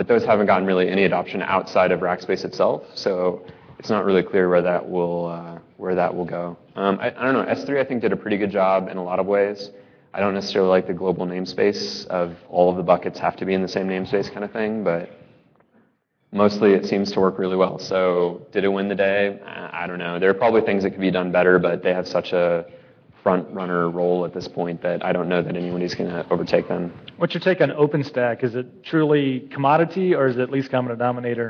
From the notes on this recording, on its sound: Live from Red Dirt Ruby Conf.